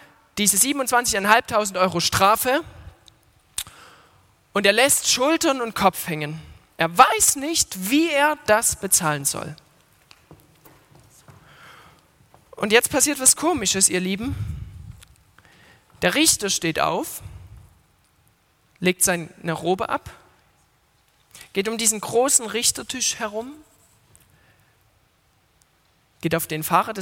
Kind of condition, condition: setting, large echoing room